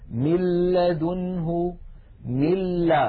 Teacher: مثال إدغام النون الساكنة في اللام، من لدنه، ملا، لاحظوا من الميم إلى اللام مباشرة وننطق لاما مشددة ولم يبق من الغنة شيء